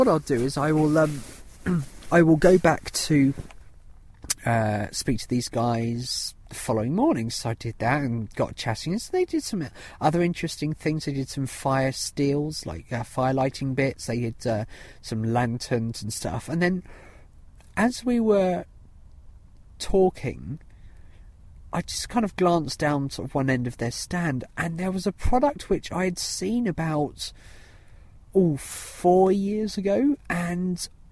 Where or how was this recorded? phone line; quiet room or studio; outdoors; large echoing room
outdoors